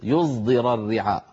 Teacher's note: في الفصيح اسمه الصاد المشمة زايا، الصاد المشمة يعني الصاد المخلوطة بحرف الزاي